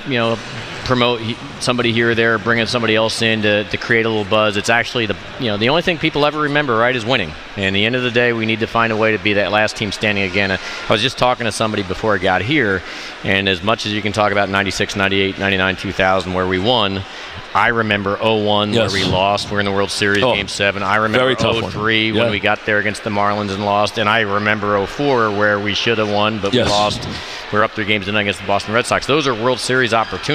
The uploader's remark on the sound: live at Grand Central Teriminal